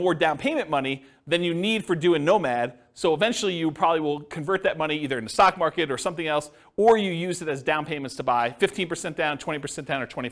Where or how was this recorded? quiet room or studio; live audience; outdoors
live audience